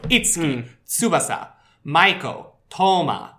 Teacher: there's a length on the first syllable of these names